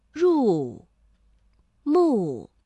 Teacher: 两个去声相连，第一个音节变五三，第二个音节保持五一